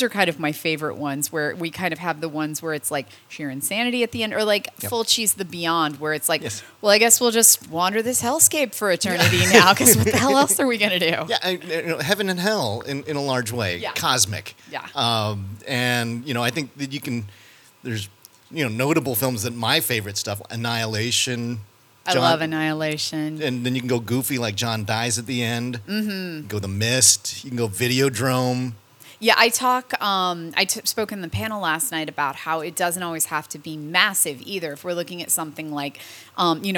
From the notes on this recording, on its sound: We got an opportunity to talk with her backstage.